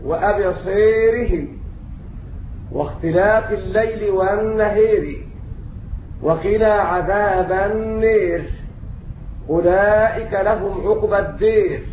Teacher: أمالوا الألفات التي بعدها راء مكسورة متطرفة